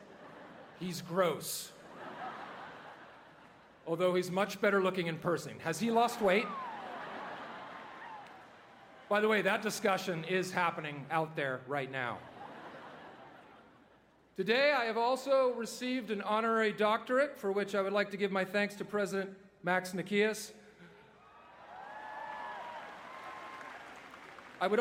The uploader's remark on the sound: delivered the 134th commencement address at the University of Southern California on May 12, 2017